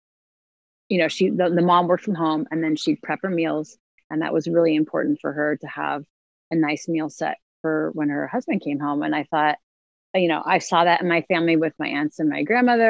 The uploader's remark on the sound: Disclaimer: interview was conducted via zoom and audio quality is not our normal quality.